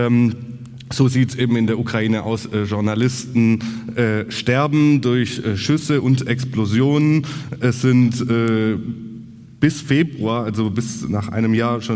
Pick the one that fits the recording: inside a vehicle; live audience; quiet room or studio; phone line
live audience